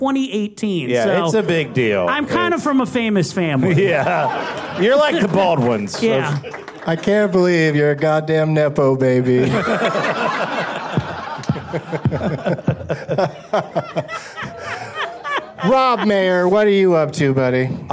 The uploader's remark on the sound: Live from The Improv in Washington D.